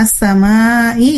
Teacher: as samai itu adalah mad wajib muttasil, karena huruf mad bertemu dengan huruf hamzah, ya. Nah, dibacanya 4 sampai 5 ketukan.